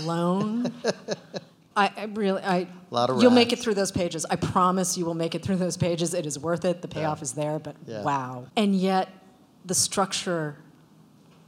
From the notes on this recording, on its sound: live at Barnes & Noble Union Square